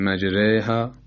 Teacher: استثناء اول از موارد تفخیم کلمه مجراها بود در سوره هود آیه 41 که به خاطر اماله شدن الف بعد از را به این شکل مجراها، را هم ترقیق میشه